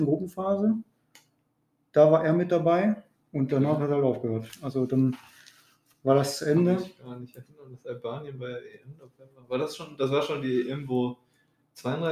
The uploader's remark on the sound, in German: Ihr werdet schnell merken, dass der Sound noch nicht ganz stimmig ist.